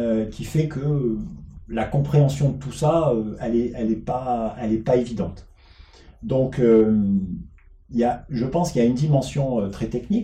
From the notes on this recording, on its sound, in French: Nous ne sommes pas encore à la hauteur de la qualité du son que nous souhaitons vos offrir en raison de quelques tests que nous menons.